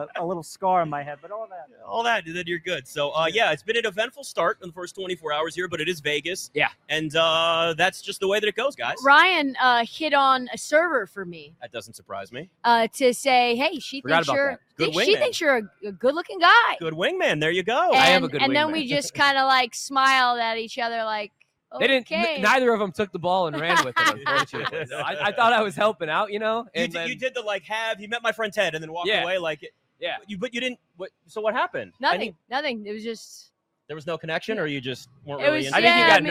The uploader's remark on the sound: LIVE FROM LAS Vegas at Mandalay Bay!